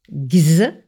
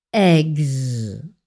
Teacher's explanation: il faut aussi faire sonner les deux consonnes g et z derrière la voyelle e · Term: consonnes sonores